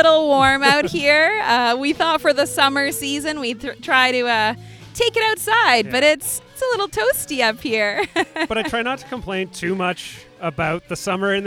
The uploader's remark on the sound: LIVE from Breithaupt Block. The grand opening of the new Breithaupt Block Parkette at King and Wellington in Midtown.